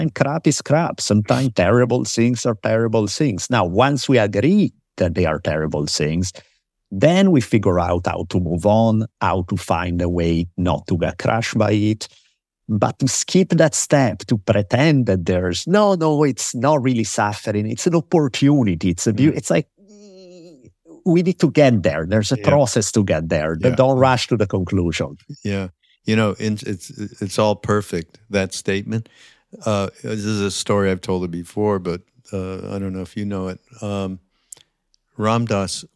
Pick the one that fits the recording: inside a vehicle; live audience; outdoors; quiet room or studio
quiet room or studio